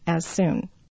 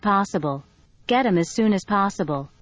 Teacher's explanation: Said slowly, that's get them as soon as possible. So as ends with a z or close to an s sound. Soon begins with an S sound, so two of the same sound, one drops out. And again, it's that smoothing of the rhythm of the language.